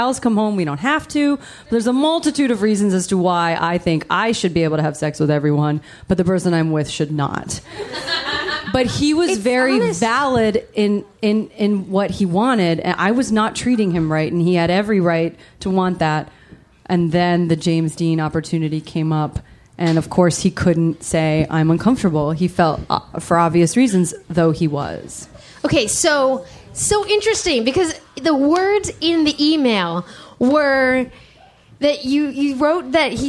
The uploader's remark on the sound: LIVE in DC